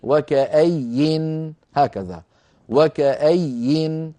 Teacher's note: ويوقف عليها اضطرارا أو اختبارا بنون ساكنة، يعني وكأي هكذا وكأي، لكن لا يتعمد، إنما هو للاضطرار أو للاختبار.